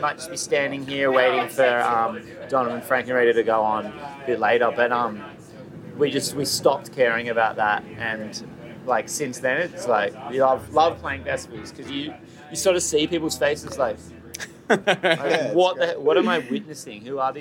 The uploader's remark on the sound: Live from Levitate Music Festival. 10th Anniversary of Levitate Music Festival!